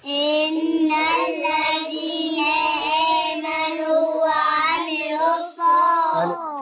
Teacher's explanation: لام شمسية مضغمة في الصاد المفتوحة